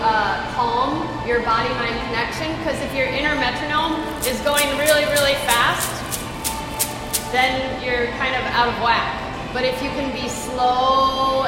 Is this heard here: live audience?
yes